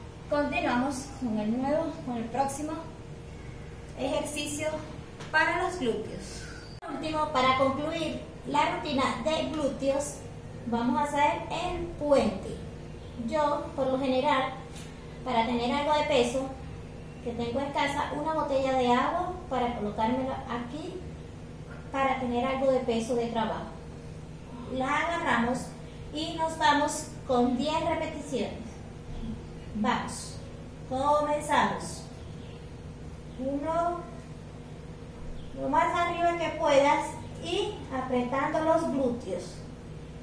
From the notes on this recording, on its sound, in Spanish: Video grabado por mi esposo. Desde mi celular Redmi S2 y editado con la aplicación capCut.